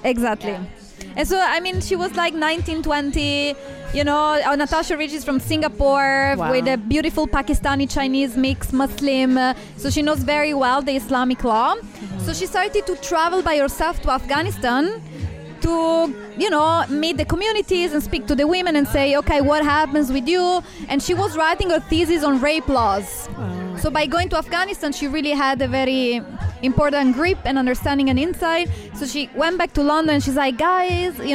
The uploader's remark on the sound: We are once again recording live from The Social Study at their monthly womxn's event That's What She Said ! We are once again recording live from The Social Study at their monthly womxn's event That's What She Said !